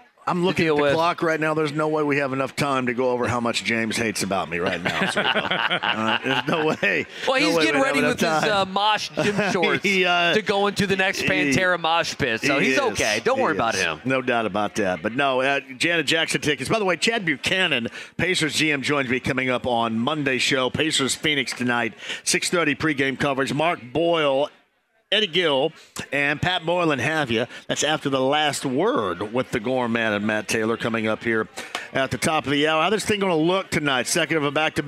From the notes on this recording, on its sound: He also takes a phone call before the segment ends! Live at Manley’s Irish Mutt!